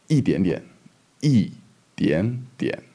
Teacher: And then, of course, when you have two third tones together, dian and dian, two third tones together, the first one becomes the second tone.